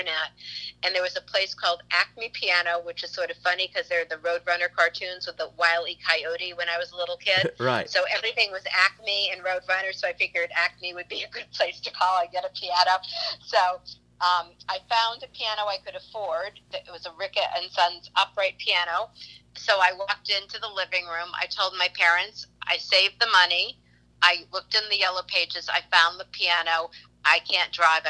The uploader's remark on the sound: burnt the phone lines